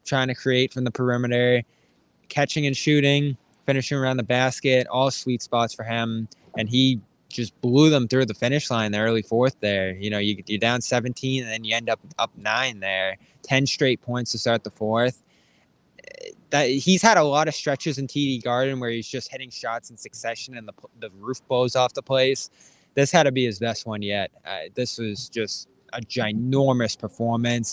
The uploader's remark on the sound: LIVE from TD Garden. As we go LIVE after every Celtics game.